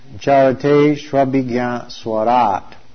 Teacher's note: Cha arta arteshu. That final U changes to a V.